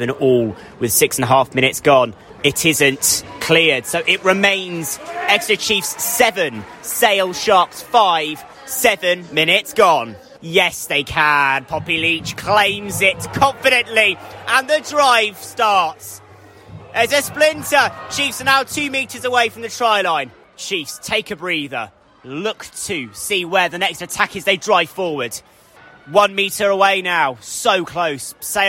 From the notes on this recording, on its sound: live from Sandy Park!